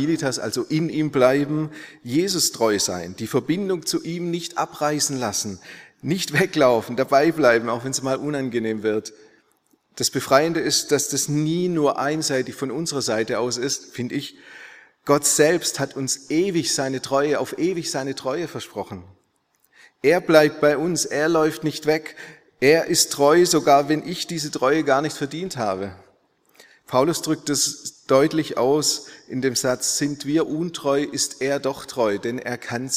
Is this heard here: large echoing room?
yes